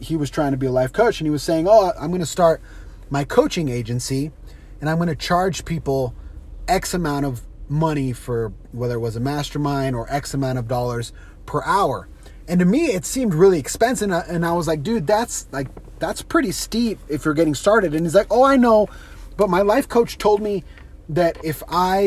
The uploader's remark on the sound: On today’s carcast